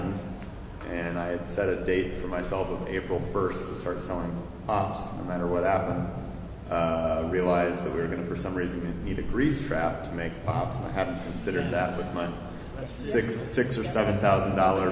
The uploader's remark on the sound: At General Assembly last month. The recording was done LIVE in the main room, so it may be a little hard to hear in places. The Q&A portion at the end.